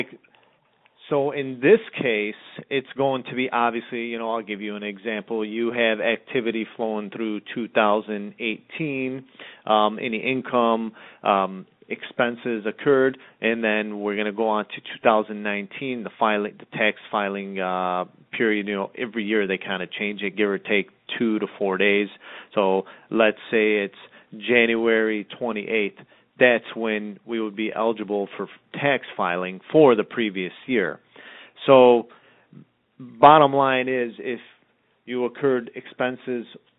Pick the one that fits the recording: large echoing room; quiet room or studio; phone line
phone line